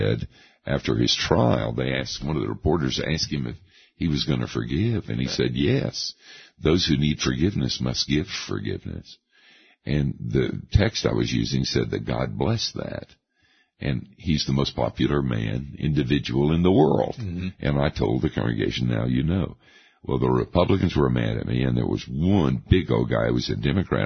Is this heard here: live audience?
no